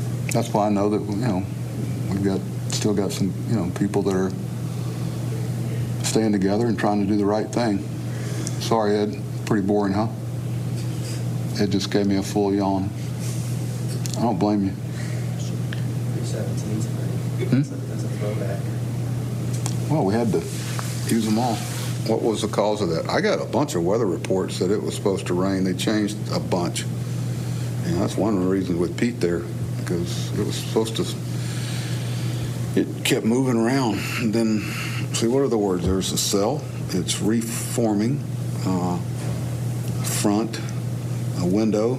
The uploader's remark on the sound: Postgame Press Conference